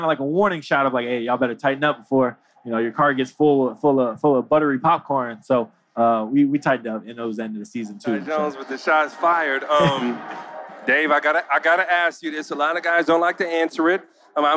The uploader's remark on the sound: LIVE from NBA Con at Summer League in Las Vegas